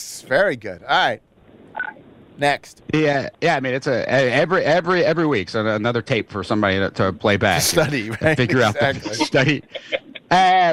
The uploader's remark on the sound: Invites callers to give their best … takes on who will win Game 6.